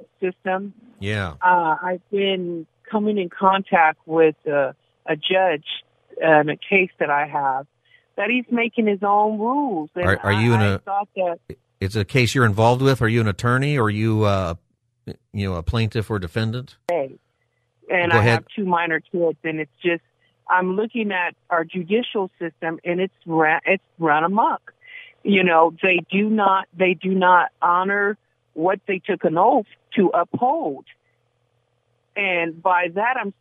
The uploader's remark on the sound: Continues Open Phone Friday.